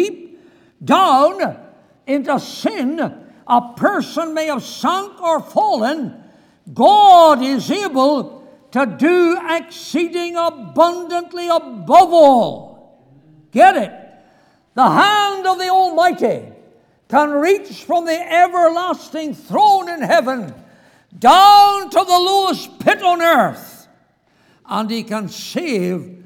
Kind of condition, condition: setting, large echoing room